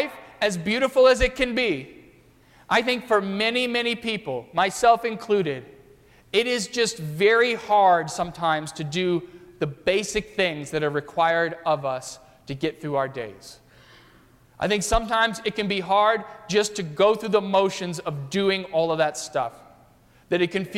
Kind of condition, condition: setting, large echoing room